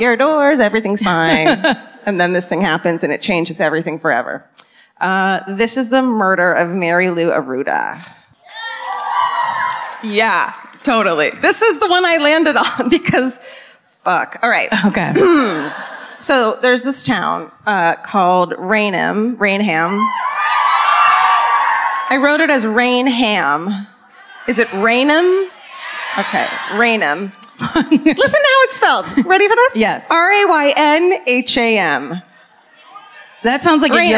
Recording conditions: live audience